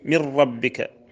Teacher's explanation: ندغم إدغاما تاما بلا غنة